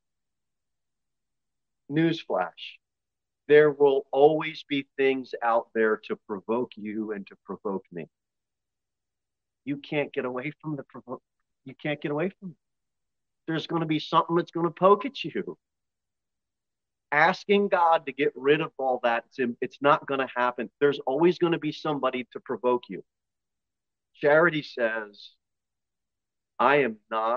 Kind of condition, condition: setting, large echoing room